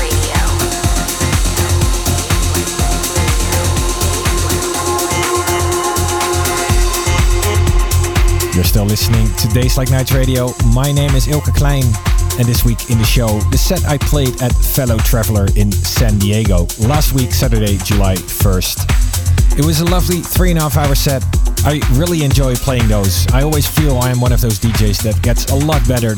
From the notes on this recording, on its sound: Fellow Traveler, San Diego. Recorded live at Fellow Traveler. In San Diego, USA.